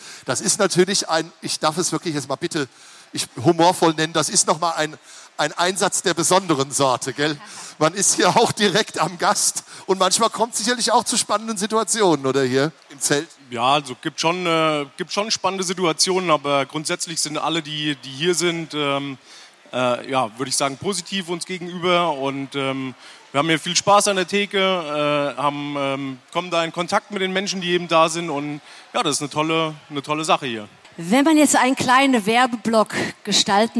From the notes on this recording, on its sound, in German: Live auf der Hessentagsbühne im Bundeswehrzelt.